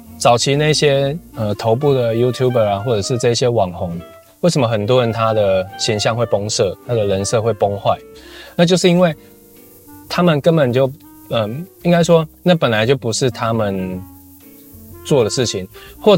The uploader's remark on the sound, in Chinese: 嘗試看看車錄分享。這集因為初嘗試，收音的效果還沒那麼穩定。